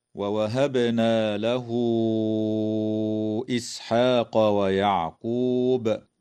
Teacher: تقلقل الباء في كلمة ووهبنا، وتوصل هاء الضمير في قوله تعالى: له إسحاق، بواو تمد وصلا من قبيل مد الصلة الكبرى بمقدار 4 أو 5 حركات كالمد المنفصل.